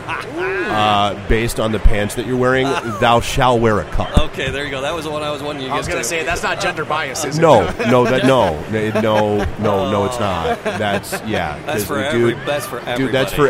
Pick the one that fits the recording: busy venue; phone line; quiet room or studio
busy venue